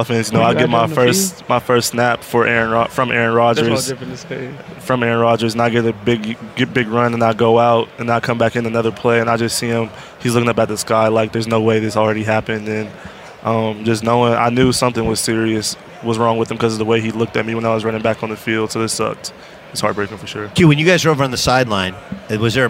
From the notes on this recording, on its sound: live from Radio Row at Mandalay Bay in Las Vegas